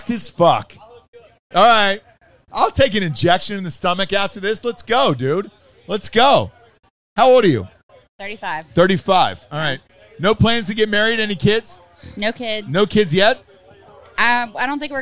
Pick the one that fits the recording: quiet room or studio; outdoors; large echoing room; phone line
outdoors